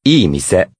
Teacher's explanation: The first word is a doubled vowel, which continues to make one long sound.